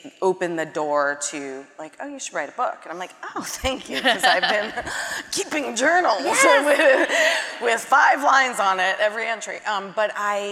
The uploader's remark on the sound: a conversation from the 2022 Portland Book Festival